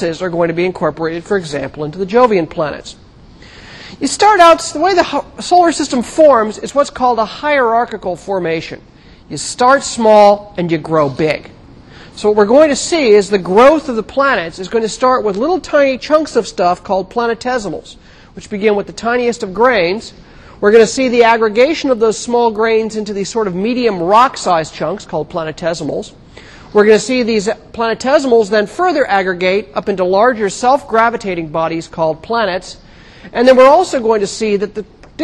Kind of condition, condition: setting, large echoing room